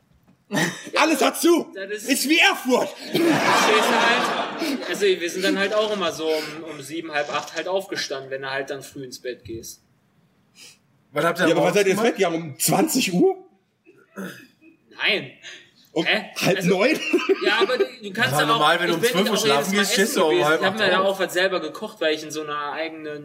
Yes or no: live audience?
yes